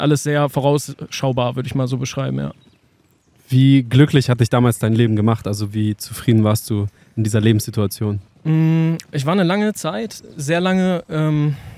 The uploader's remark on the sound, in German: Die Folge haben wir Ende Juni in der Schweiz auf einem Campingplatz für euch aufgenommen.